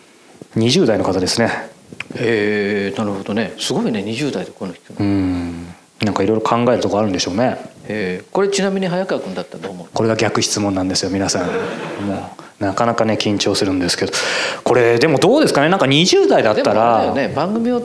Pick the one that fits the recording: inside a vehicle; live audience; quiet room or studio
live audience